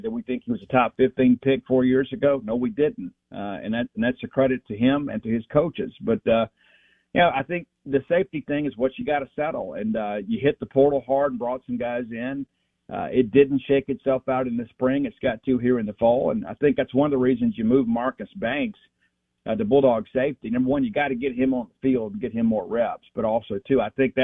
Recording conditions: phone line